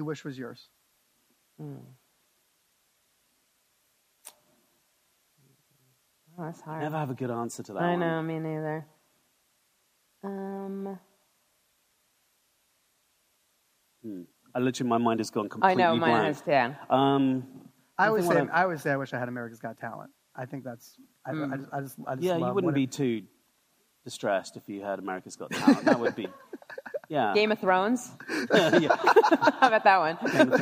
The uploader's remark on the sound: In front of a live audience at 2020's Realscreen Summit in New Orleans.